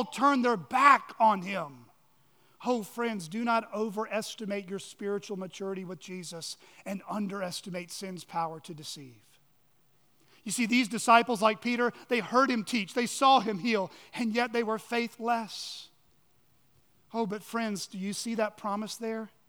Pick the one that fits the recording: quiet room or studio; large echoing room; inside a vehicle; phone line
large echoing room